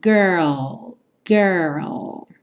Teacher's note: Pensa no R de porta, perna, com a língua bem enrolada. E depois você finaliza com o L, L mesmo, com a língua lá no céu da boca.